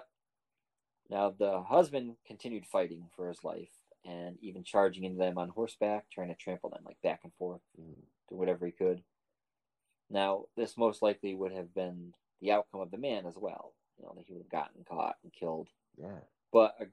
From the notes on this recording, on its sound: This episode will sound a bit different. I am recording remotely with a friend back home.